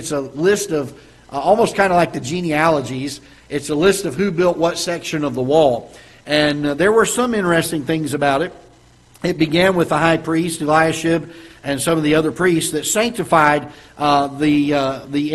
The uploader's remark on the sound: Ketha Heights Baptist Church ~ Live Broadcast